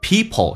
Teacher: 长元音，嘴角咧到极限 E